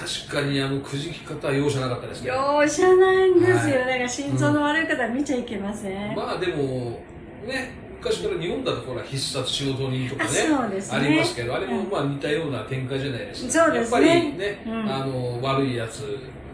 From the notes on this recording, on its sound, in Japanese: 妙齢の男女二人が密室に！ノイズが多いので リスナーさんでイコライザーを上手く調整してお聴き頂けると幸いです。